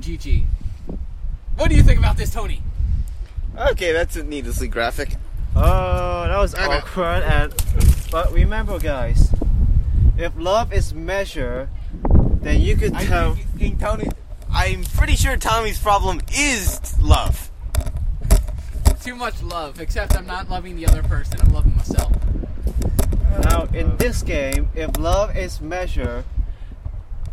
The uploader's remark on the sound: Forgive us for the wind in the background.